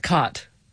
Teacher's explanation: Yes, there you have what's called the caught merger, or in linguistic circles, the low back vowel merger, which is sort of the biggest marker of Western speech.